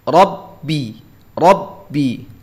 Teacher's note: ro nya tebal ba nya tipis